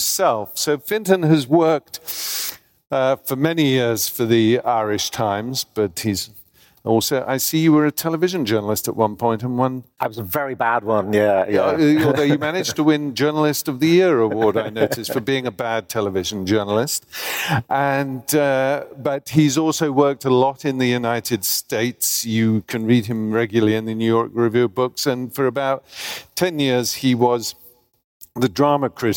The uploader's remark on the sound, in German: am Vienna Humanities Festival